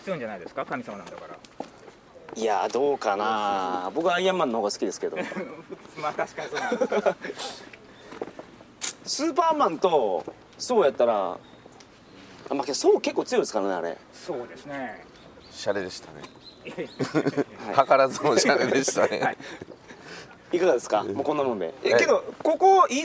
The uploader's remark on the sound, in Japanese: 高知県の観光スポットでロケ収録その１（四国霊場第31番札所・竹林寺、桂浜、長宗我部元親初陣の像）。高知県の観光名所に実際に行って収録をするという企画です。